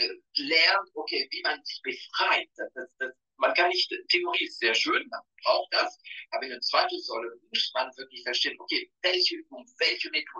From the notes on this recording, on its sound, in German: Live auf Instagram sprachen wir über die Inhalte